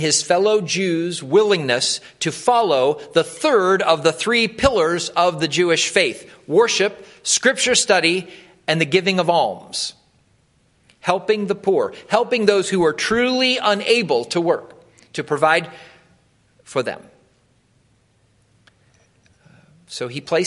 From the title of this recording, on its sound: Wilmore Free Methodist Church Morning Worship